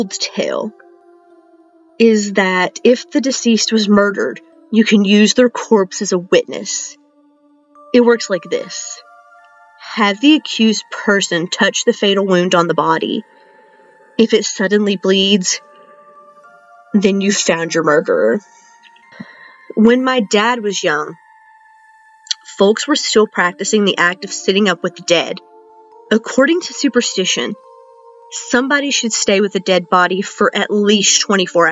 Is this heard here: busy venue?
no